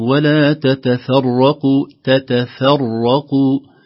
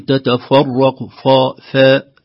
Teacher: نرقق التاءين في أول الكلمة ونرقق الفاء قبل الراء المفتوحة · Shown in: first take